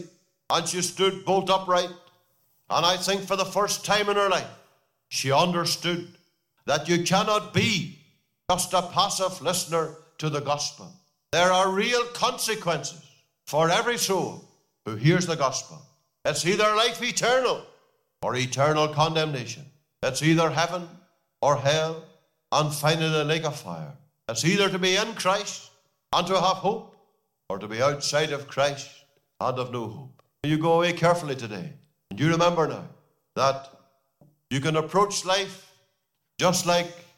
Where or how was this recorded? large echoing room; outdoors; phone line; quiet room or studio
large echoing room